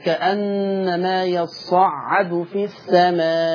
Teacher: وجه الإشباع في المد المتصل لورش عن نافع